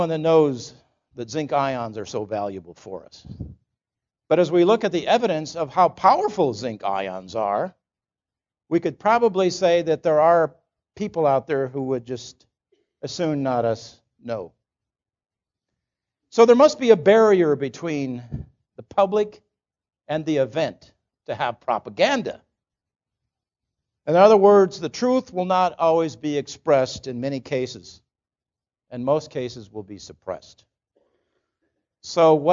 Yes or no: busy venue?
no